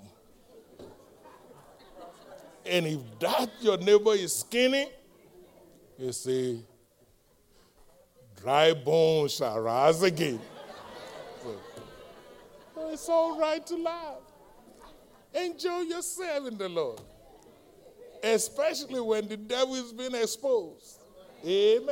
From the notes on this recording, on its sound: live-recording